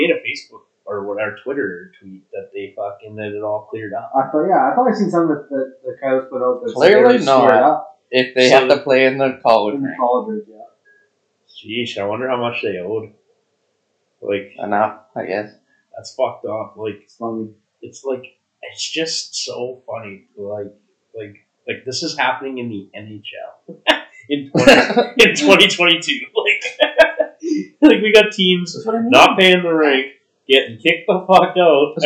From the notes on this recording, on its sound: The boys are trying some new mics in this episode so bear with us.